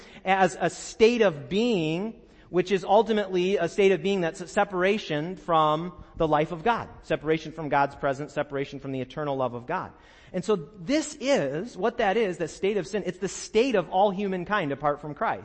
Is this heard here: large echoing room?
yes